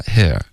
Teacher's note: 在英国呢，他们可能就会舌根稍微低一点发 here